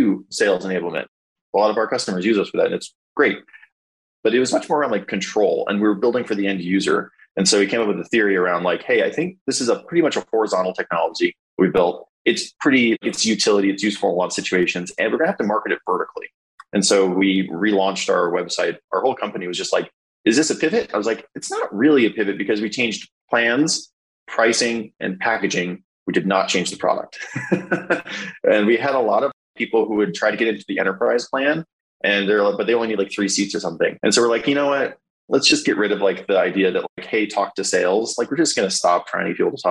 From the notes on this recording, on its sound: sat down for a virtual coffee